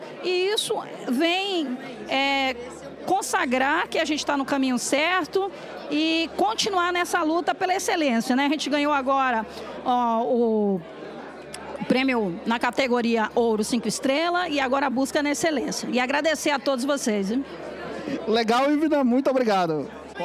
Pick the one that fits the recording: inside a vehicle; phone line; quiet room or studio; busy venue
busy venue